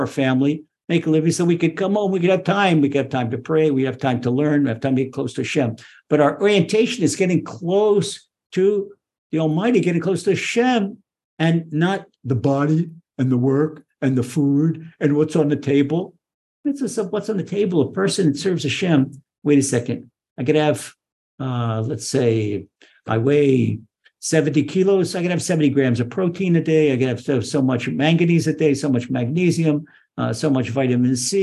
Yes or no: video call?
yes